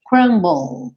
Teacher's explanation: Eu falo o B, vou pro L, L em inglês, língua no céu da boca, e aí termina meu som.